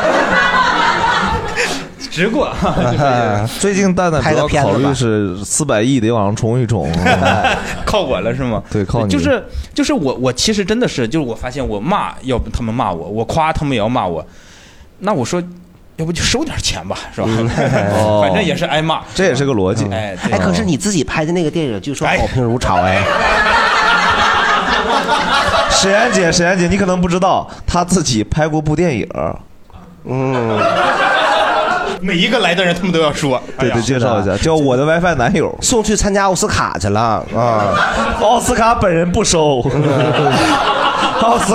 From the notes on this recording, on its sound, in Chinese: 这是一档由喜剧演员们和现场观众朋友们共同录制的播客节目